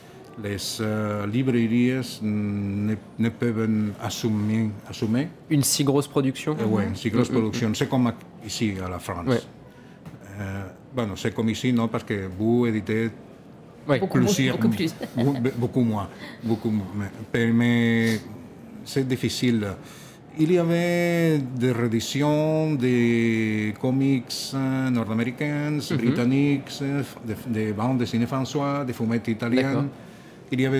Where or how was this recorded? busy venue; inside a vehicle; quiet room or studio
busy venue